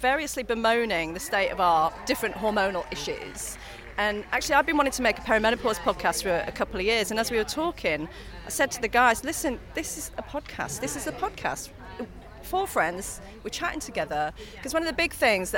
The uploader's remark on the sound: Backstage at last weekend's British Podcast Awards. Head to Nairobi for a call with the Podcast Of The Year winner.